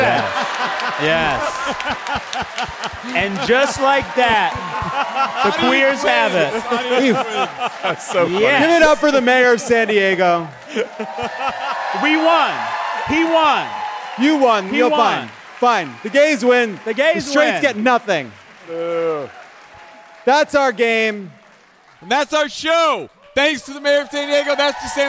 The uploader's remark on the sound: Live from San Diego!